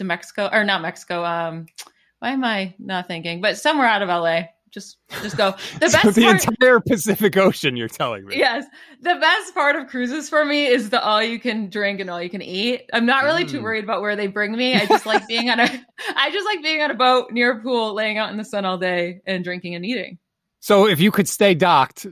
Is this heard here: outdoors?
no